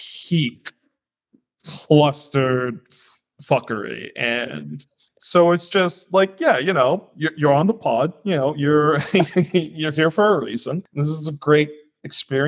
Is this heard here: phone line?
no